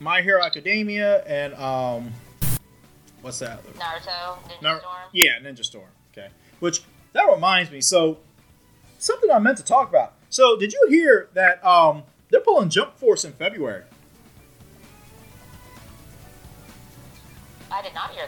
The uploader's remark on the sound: Despite some technical difficulties